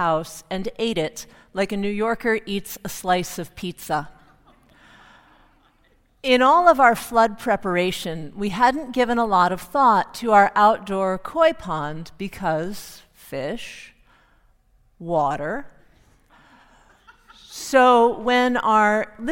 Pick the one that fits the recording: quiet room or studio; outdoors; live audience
live audience